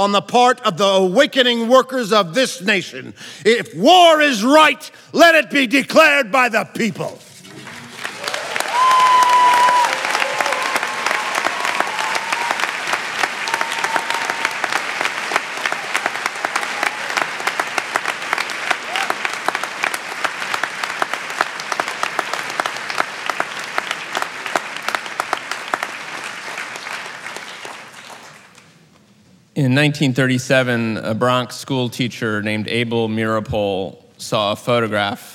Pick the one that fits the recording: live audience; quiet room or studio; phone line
live audience